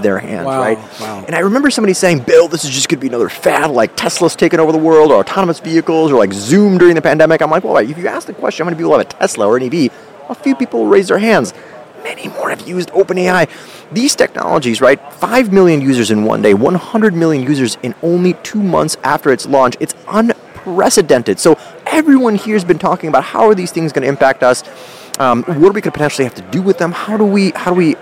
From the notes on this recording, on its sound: Recorded live from Data Center World in Austin, Texas.